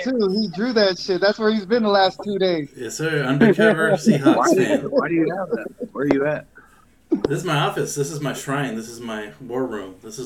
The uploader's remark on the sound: Finally recorded one of our group calls